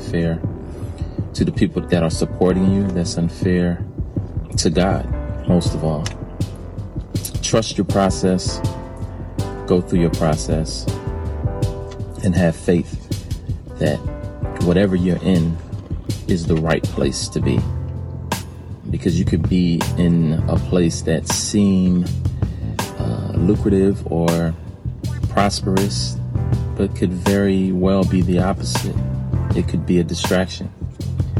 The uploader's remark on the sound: This is a recording of one of my MANY moments that God drops a thought into my spirit while in my car